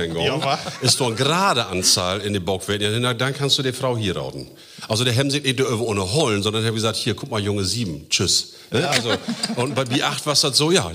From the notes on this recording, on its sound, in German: Auch mit dabei, Publikum. Applauswillig und in Feierlaune.